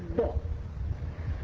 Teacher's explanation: هذا الصوت المسمى بالضاد في هذا النطق الذي وصفت صوت انفجاري، أو قل هو وقفة يعقبه انفجار، أو بتعبير القدامى، أو إذا أخذنا مصطلح القديم هو صوت شديد وليس صوت رخوة.